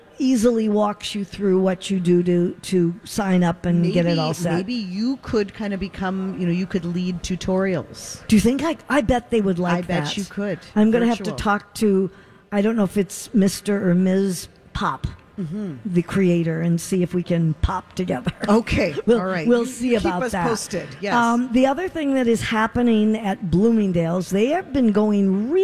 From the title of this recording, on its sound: Live form the Galleria for Santa Stop #1!